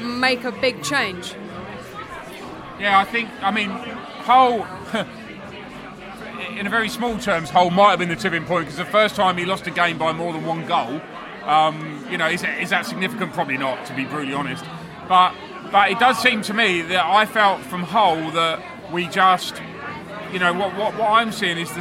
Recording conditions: busy venue